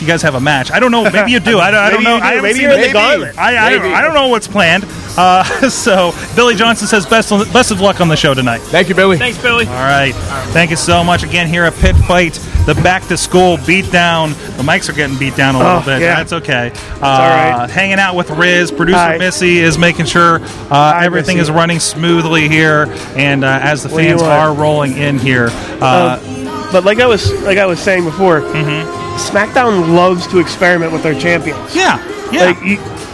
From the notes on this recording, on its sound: LIVE from Pitt Fight. A LOT of guests dropping by out table.